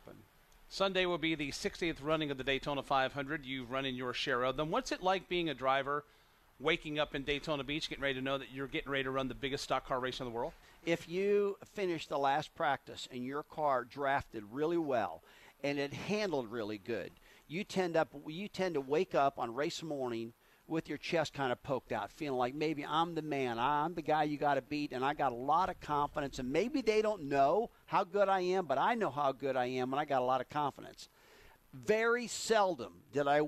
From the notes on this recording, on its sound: NASCAR Live from Daytona